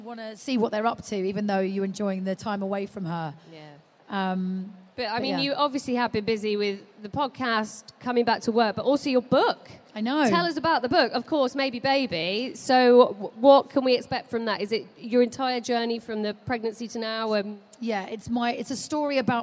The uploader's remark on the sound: live from the Baby Show